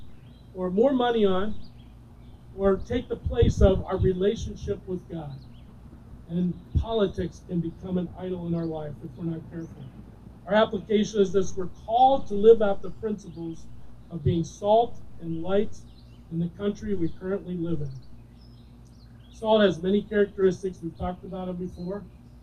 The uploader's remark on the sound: Recorded During an Outdoor Service.